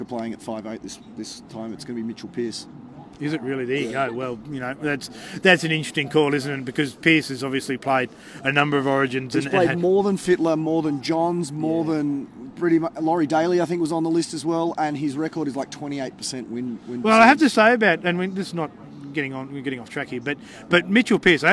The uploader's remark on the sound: was on location after the match as the crowd streamed out!